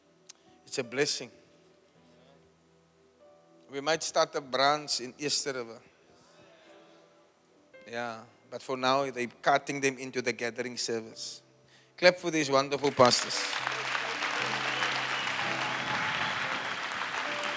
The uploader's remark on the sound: Preached at the Church Growth Conference in Cape Town, South Africa on the 9th July 2023 (Final Session).